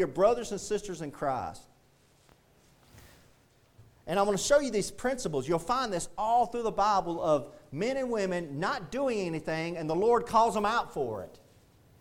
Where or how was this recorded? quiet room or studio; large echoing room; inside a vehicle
large echoing room